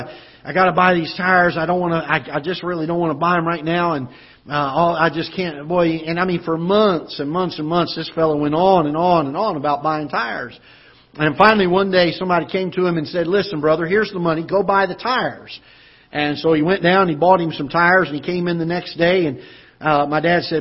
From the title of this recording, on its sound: Ketha Heights Baptist Church ~ Live Broadcast